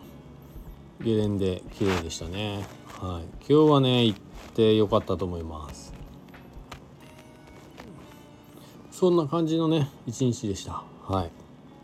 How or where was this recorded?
inside a vehicle